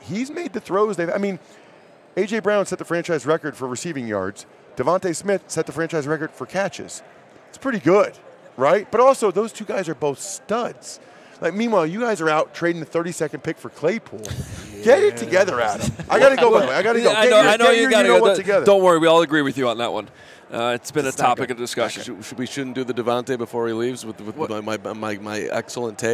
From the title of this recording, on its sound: Super Bowl Radio Row Day 3